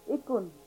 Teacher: G, which is a sound between a English K and hard G.